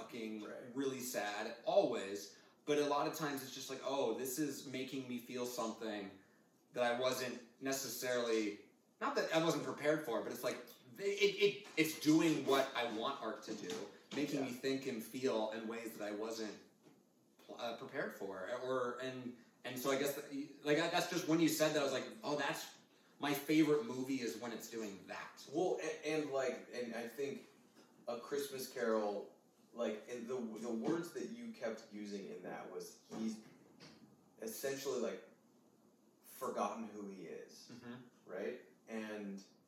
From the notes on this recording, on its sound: The audio isn't the best, my apologies.